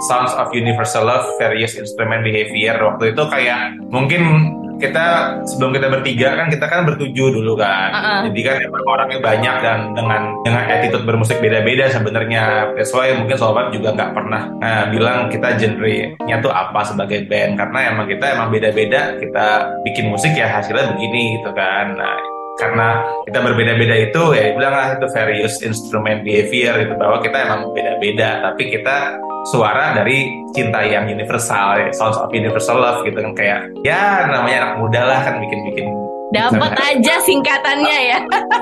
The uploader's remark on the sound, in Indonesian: program live zoom I Radio Makassar yang dikemas sebagai podcast